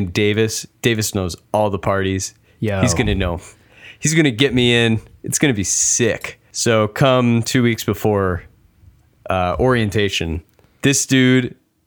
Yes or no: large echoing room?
no